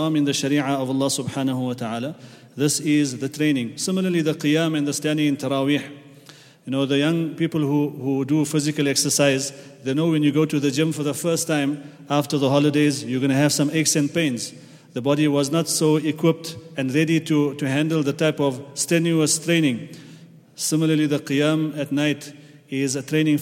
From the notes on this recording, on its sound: at the Houghton Masjid (West Street)